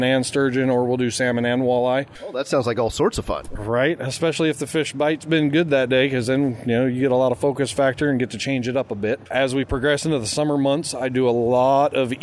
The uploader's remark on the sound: audio from the Washington Tri-Cities Show